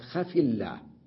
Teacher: أما لما جئت بكلمة الله بعدها وقد بدأت بهمزة الوصل، وهمزة الوصل تكون ساكنة، والفاء في خف ساكنة، التقى ساكنة، فأنا أتخلص من التقاء الساكنين بتحريك الساكن الأول بالكسرة، فأقول خف الأمر مبني على السكون وحرك بالكسر تخلصا من التقاء الساكنين، صارت خف الله.